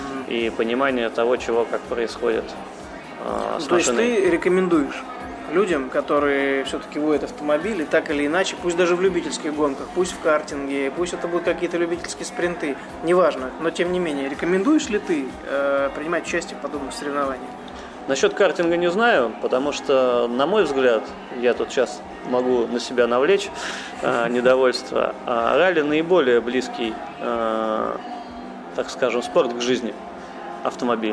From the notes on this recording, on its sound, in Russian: Этот выпуск я записал в одном из московских кафе